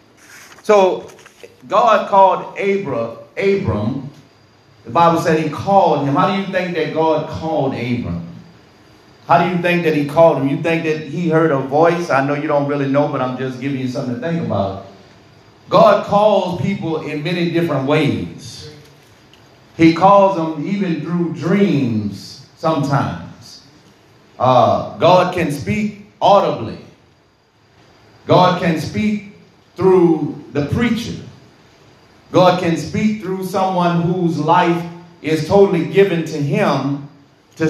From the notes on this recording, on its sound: This sermon was recorded in the sanctuary of True Vine Missionary Baptist Church